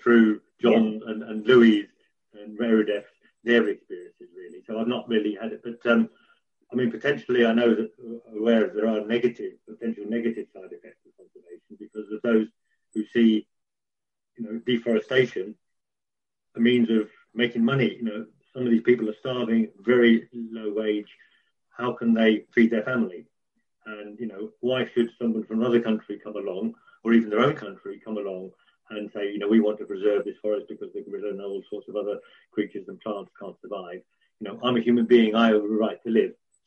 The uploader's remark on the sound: Apologies for any audio discrepencies, due to current circumstances the recording took place via Zoom.